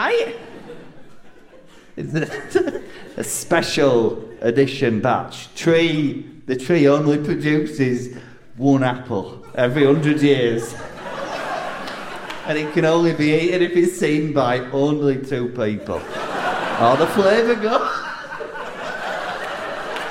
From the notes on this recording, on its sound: Live At London Agrimedia Con 2023. A live show which took place at London Agrimedia Con 2023.